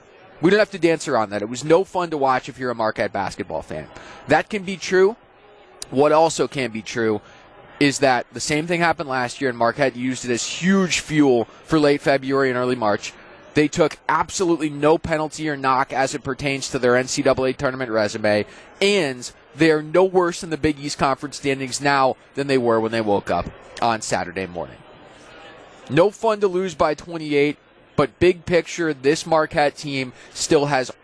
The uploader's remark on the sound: LIVE from Fiserv Forum